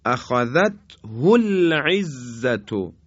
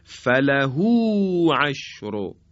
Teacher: هاء ضمیر اشباع میشه، یعنی هاء ضمیر با دو حرکت این مقداری کشیده میشه · Shown in: second take